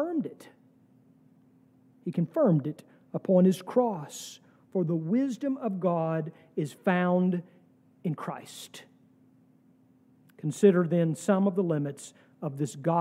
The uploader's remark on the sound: sermon from our worship service on September 17, 2023